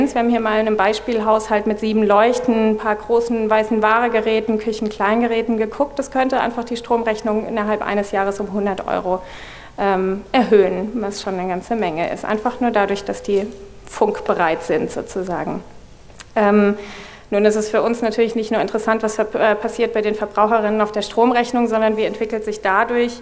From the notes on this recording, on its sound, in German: wollen wir gemeinsam mit dem Publikum diskutieren